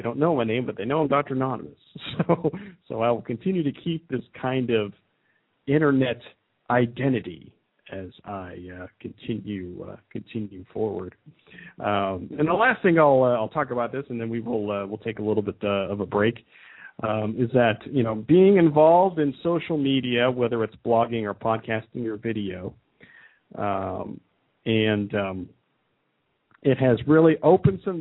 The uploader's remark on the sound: Taking a couple of phone calls.